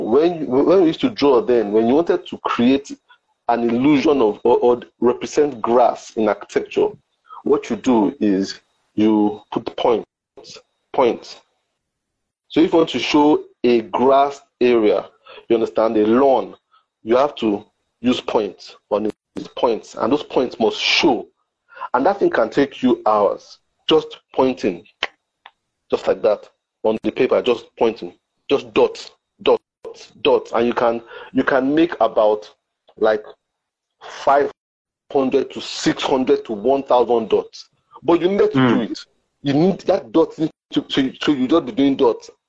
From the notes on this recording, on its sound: on Instagram Live for an enlightening conversation